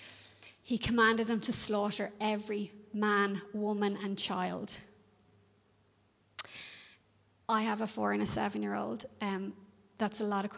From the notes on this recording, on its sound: Recorded live in Liberty Church on 3 October 2021